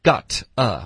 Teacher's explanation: 我们就把它弱读成 got a,特的音浊化